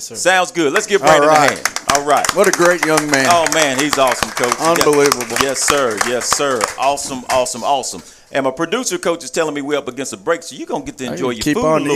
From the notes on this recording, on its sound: Live from Monte De Rei Mexican Restaurant every Tues night 730pm in season.